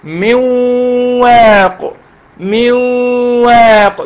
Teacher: ادخل النون في الواو